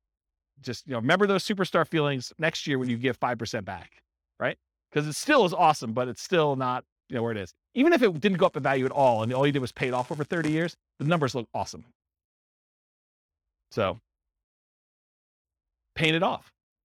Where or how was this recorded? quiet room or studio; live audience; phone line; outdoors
live audience